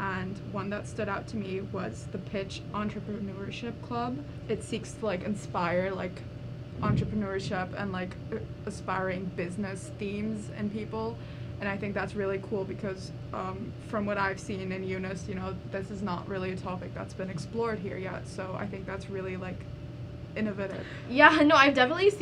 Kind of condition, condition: fault, background noise